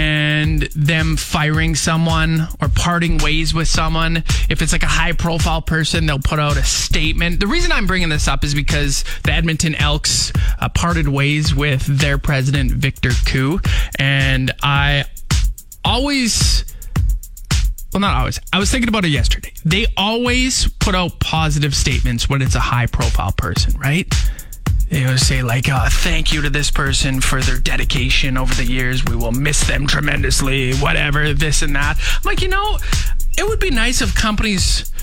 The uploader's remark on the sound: chat on the phone